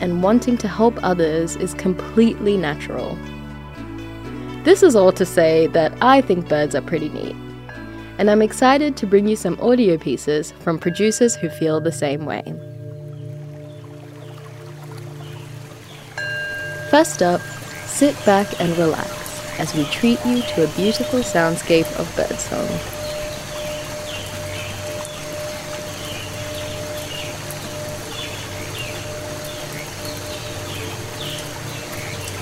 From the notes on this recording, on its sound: First we hear a beautiful soundscape featuring birdsong.